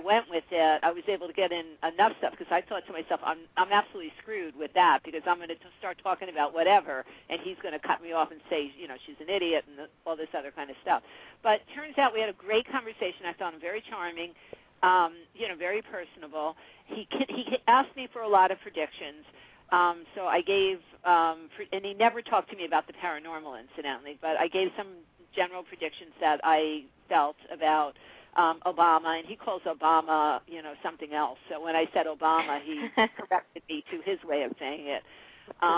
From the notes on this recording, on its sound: live call-in radio talk show